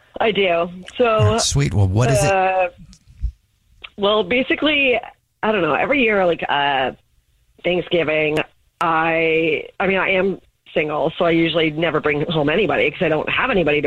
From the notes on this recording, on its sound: One of our listeners is on the phone